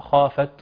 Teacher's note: هذه الخاء مفخمة تفخيما كاملا في أعلى مراتب التفخيم، يعني بعدها ألف مفتوح، نعم، بعد ألف المفتوح الحرف المفخم